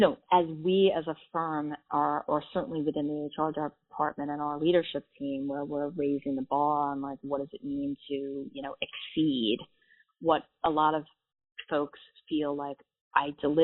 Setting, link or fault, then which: link, phone line